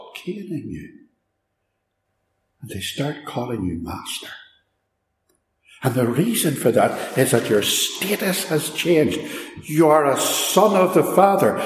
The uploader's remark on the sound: Recorded live at Ballymacashon, (sorry about the echo - it's an old building).